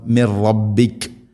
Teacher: സാക്കിന നൂന് ശേഷം റാ വരുമ്പോൾ നൂനിനെ റായിലേക്ക് ഇദ്ഗാം ചെയ്യണം, മണിക്കാതെ കൂട്ടിലയിപ്പിക്കണം